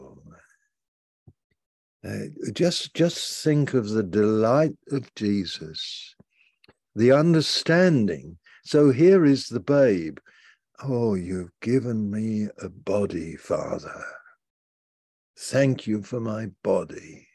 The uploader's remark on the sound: Malaysia Meets (Zoom)